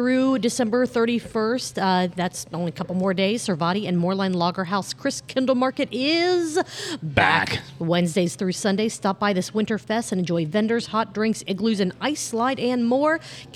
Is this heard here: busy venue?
yes